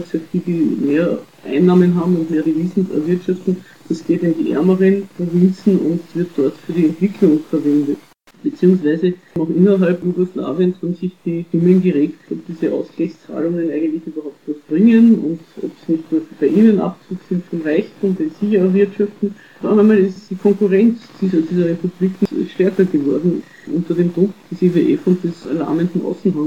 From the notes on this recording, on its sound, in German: Die Aufnahmequalität ist leider nicht besonders gut